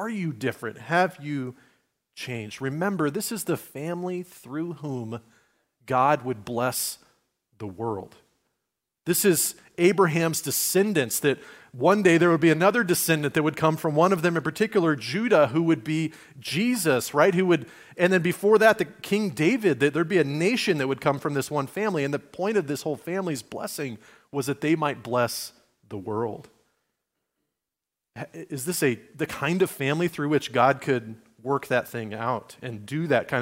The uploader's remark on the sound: Recorded at Liferoads Church on Sunday, December 3, 2023, in Spokane, Washington.